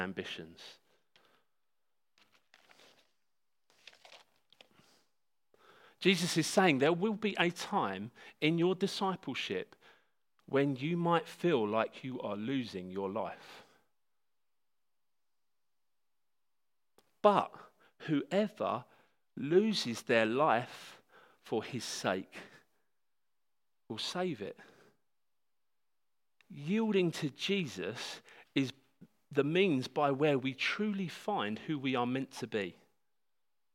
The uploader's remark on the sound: This talk was given at Hope Church Sevenoaks on Sunday December 1st 2019